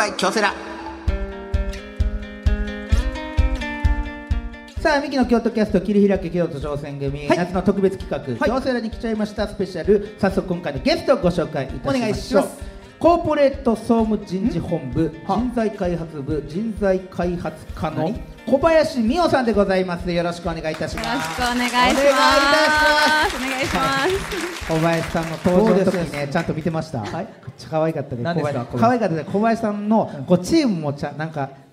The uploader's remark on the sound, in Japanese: 京セラ本社に来ちゃいましたスペシャル』京セラで出張公開収録やりました！